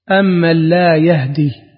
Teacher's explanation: قرأ حمزة والكسائي بفتح الياء وإسكان الهاء وتخفيف الدال